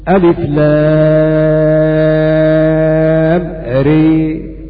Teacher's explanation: فالذي يقرأها بالإضجاع يعني بالإمالة، كما قال ذكره حما غير حفص، يعني أبو عمرو البصري وابن عامر وشعبة وحمزة والكسائي يقرؤون هكذا بسم الله الرحمن الرحيم ألف لام ري أو ألف لام ميم ري أول سورة الرعد.